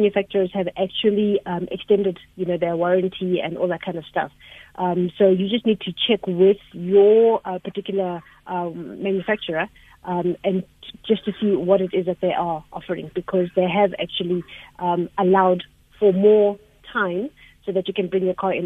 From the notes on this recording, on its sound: GUEST (phone)